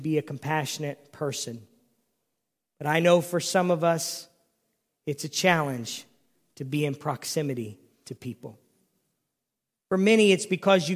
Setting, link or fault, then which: setting, large echoing room